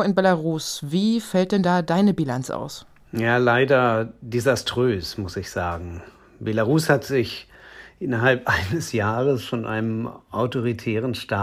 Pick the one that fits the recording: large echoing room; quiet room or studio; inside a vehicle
quiet room or studio